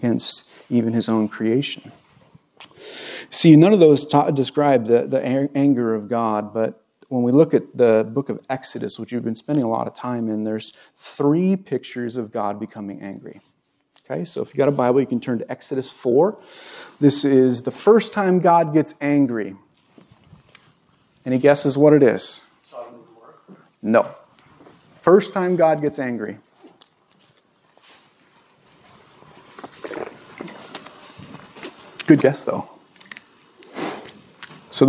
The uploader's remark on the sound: This was recorded on May 29, 2022 at Bethel church in Ridgefield, Wa.